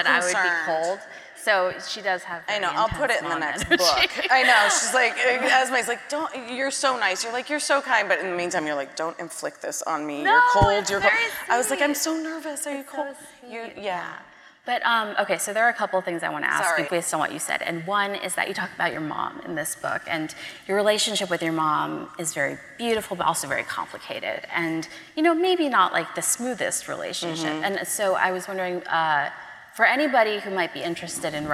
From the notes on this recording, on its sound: a conversation from the 2022 Portland Book Festival